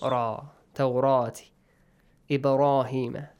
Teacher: the rest of the letters are light, but the letter را has a heavy sound · Term: heavy letters